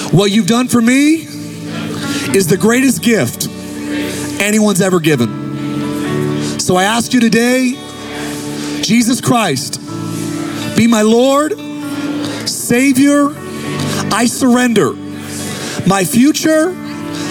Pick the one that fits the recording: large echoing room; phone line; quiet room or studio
large echoing room